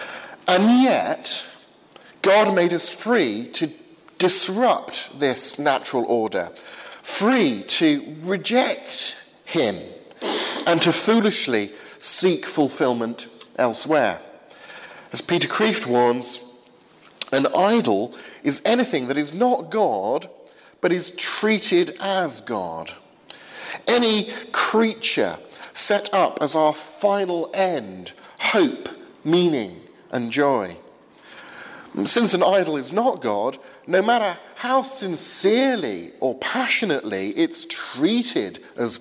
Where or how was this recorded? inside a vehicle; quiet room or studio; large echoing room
large echoing room